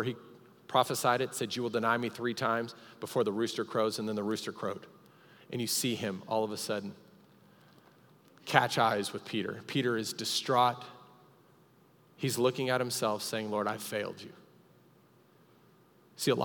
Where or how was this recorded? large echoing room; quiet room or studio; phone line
large echoing room